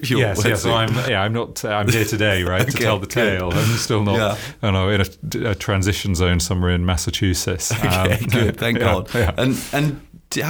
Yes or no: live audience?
no